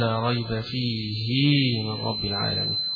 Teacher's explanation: كلمة فيه إذا قرأها ابن كثير حيشبع الهاء التي في آخره، يشبع كسرة الهاء